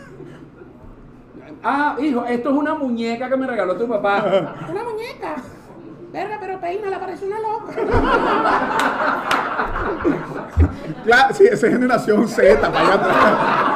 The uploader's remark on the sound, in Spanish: Techo Tres es un programa grabado en vivo.